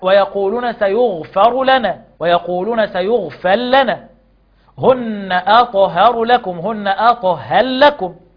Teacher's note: بأمثلة الإدغام الراء في اللام